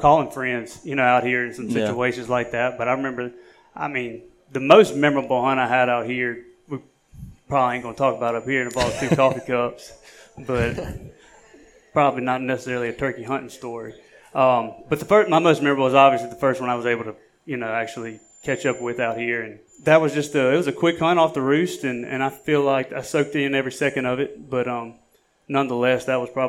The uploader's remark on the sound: LIVE from Starkville, MS. Recorded LIVE in front of a packed house of turkey hunters at Rick's Cafe in Starkville, Mississippi.